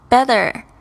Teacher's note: How's it going?呃，问候的时候，就是说你好吗？然后你说，哦，好的，不能再好了。那我们稍微注意一下这个发音。Couldn't, couldn't 啊，虽然它这后面本来是有一个“七”呢，但是你在听的时候，你几乎都是听不到的。Couldn't，再下来是这个 T 的发音，Better 你会发现他把他这个 T 发得很脆，这个是英式发音的一个特色，就是呢，T 会发得很清楚